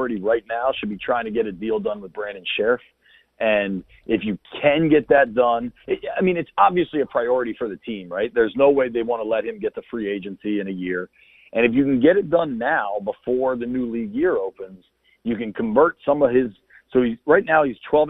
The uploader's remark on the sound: called in from the Indy Combine